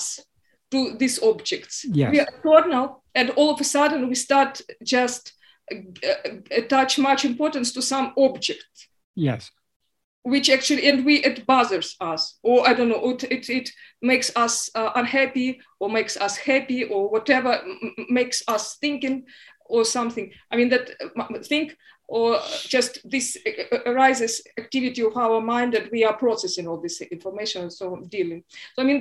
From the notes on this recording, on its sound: In a Zoom meeting with the Ramana group, Helsinki, on 23rd April 2022